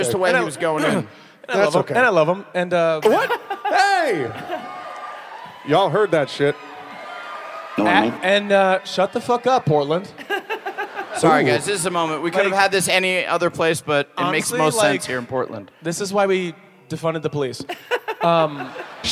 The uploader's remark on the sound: Live from Portland!